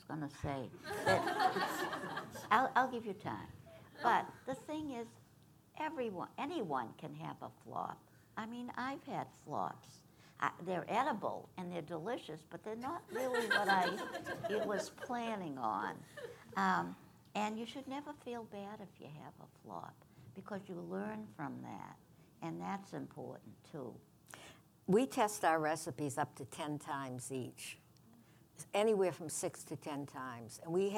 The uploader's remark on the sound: our first podcast before a live audience